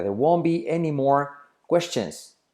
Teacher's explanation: la T de won't no se pronuncia